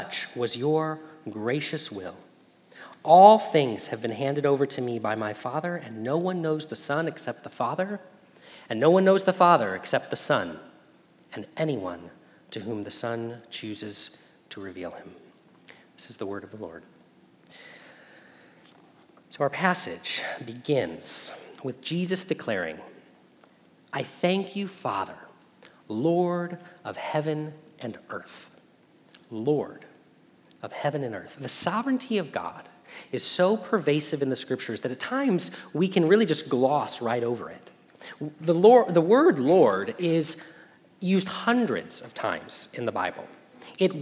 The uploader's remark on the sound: Message Preached at Valley Creek Church